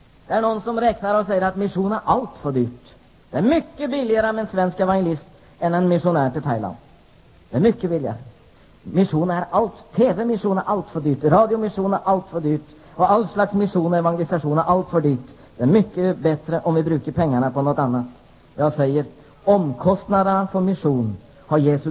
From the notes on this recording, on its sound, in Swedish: Inspelad vid kvällsmötet vid Nyhemsveckan i Mullsjö 16 juni 1994.